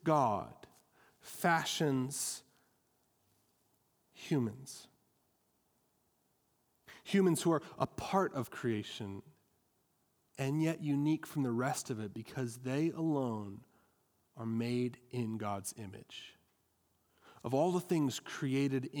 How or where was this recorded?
large echoing room